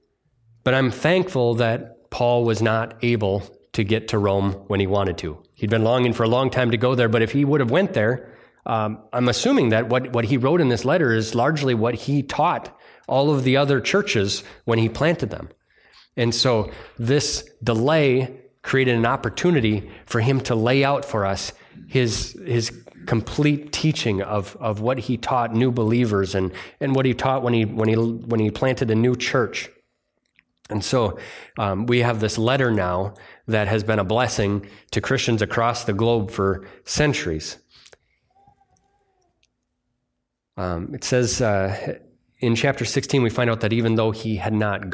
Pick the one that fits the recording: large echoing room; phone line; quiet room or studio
large echoing room